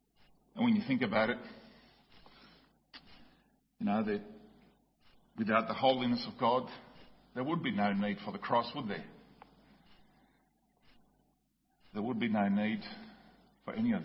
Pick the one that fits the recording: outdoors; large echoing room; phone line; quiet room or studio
large echoing room